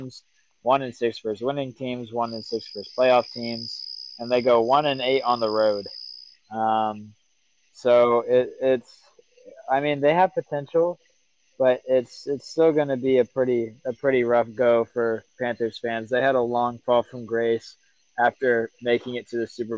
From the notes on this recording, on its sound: WE RECORDED OUTSIDE.